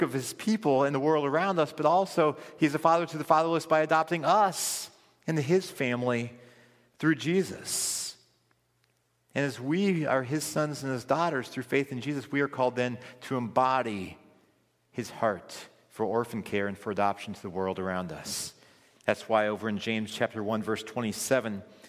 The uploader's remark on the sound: This recording is from Friedens' "Orphan Sunday" service.